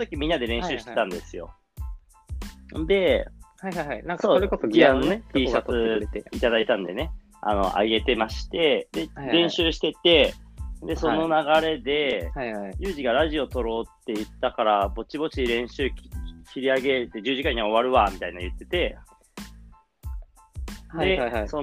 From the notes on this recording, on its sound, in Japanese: リモート収録